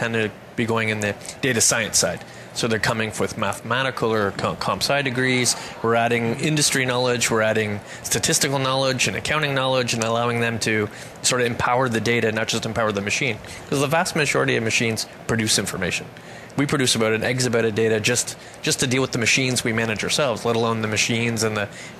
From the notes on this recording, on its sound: Coffee Break with Game-Changers Radio was invited to broadcast live from SAPPHIRE NOW 2017.